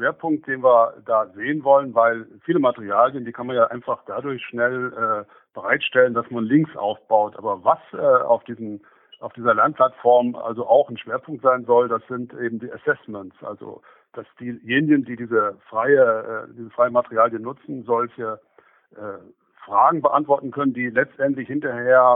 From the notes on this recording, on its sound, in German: im Telefoninterview